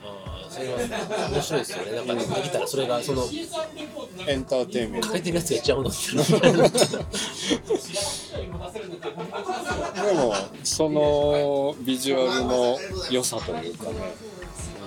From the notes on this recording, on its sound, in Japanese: 大阪中津の COVOJEANよりお届けします。撮影許可を頂いて店内での収録ですが、他のお客様の会話音声も聞こえます。お聞きづらい部分もあるかと思いますが、ご了承ください。